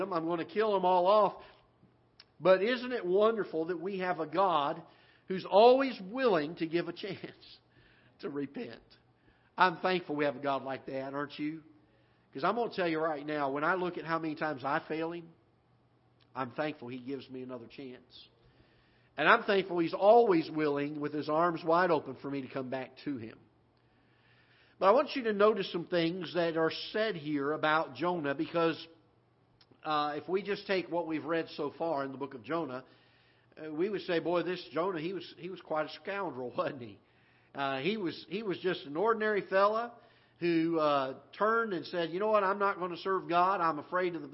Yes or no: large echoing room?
yes